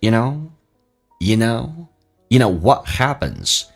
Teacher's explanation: What 的 T 不发音，这叫略音